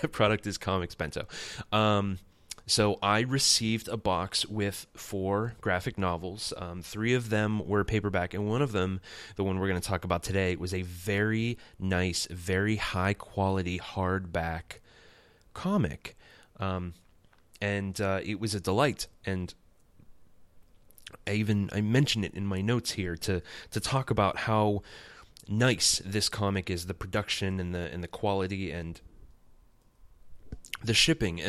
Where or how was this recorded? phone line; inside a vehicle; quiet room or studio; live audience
quiet room or studio